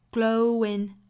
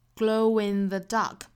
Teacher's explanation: glow in the dark.虽然看起来好像就是这个 glow 它后面的这个字母跟后面元音字母去连在一起读的，实际上我们是应该从发音的角度去判断到底应该加什么音。那因为 glow 它是一个 o 的元音结尾，我们说到单词只要是和 a 相关，比如说像 u 或者是短元音的 a，或者是说长元音 u 的短版 u，只要是前面一个元音是以这些音结尾的，后面不管加什么元音，它都会用一个小小的半元音 w 来连贯。所以这里面我们从发音角度来说，应该是加一个小小的半元音 w，glowing。Glow in thedark，不要只是看这个字母是 W 就去用这个 w 去连接。